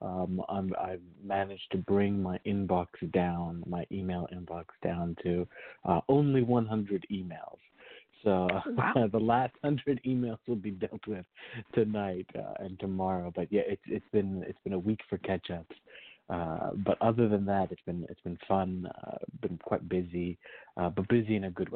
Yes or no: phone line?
yes